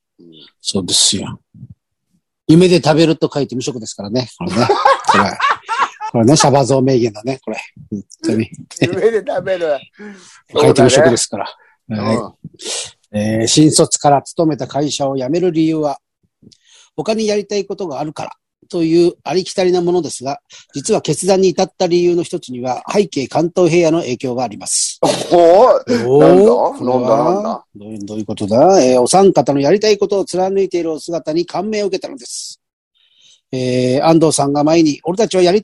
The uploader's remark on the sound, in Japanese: ZOOMで収録